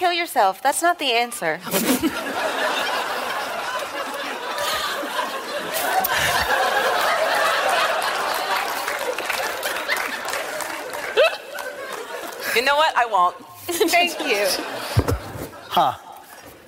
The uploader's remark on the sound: special episode live from PAX East 2019